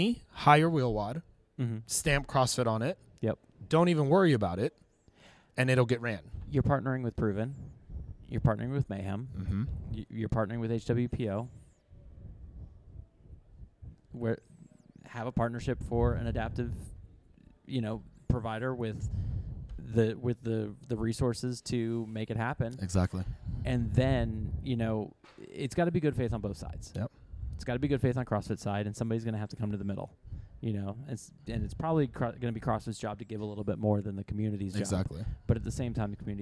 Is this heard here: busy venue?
yes